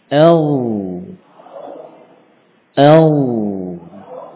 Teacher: L, ya, jadi semuanya disentuhkan, ya, sepanjang sisi tepi lidah dari belakang sampai depan menyentuh gigi-gigi yang terdekat. L, L, ya. Namun dominasi suara, ya, berada di bagian samping, ya, meskipun yang depan tetap menyentuh, tapi hanya sekedar menyentuh saja, tidak ada penekanan yang berlebih, ya.